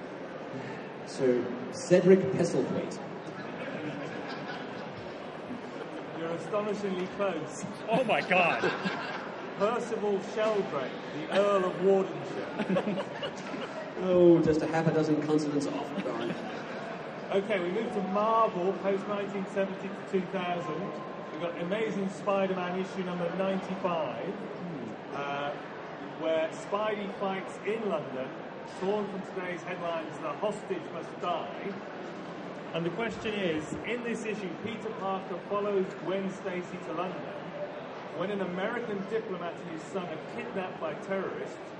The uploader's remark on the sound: The CGS 10 Year Anniversary Panel at the London Super Comic Convention. Panel held at the recent London Super Comic Convention.